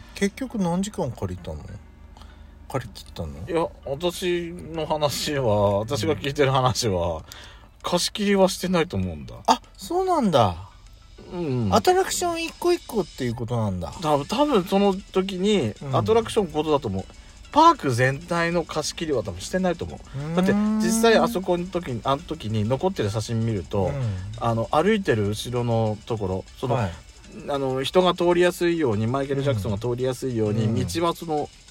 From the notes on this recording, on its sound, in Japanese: Radiotalk。パーキング収録。